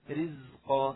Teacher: الراء المكسورة تكون مرققة فنقول رزقا